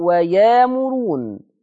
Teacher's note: إبدال الهمز الساكن، إبدال الهمز الساكن بألف مادية